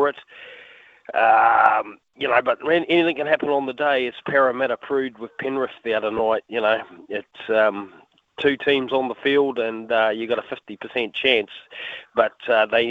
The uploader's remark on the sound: hits the phone and text lines to get the listeners opinions